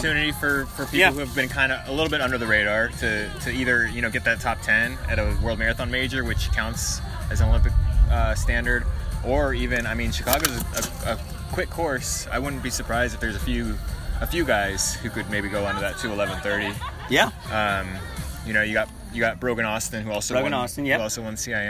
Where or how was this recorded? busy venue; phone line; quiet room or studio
busy venue